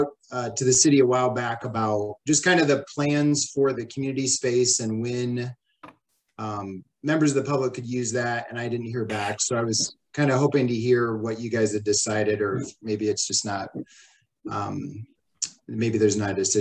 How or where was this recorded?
video call